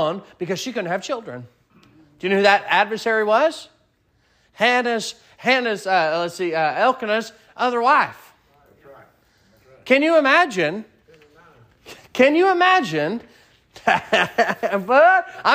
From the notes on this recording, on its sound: Sermon preached at Mid County Baptist Church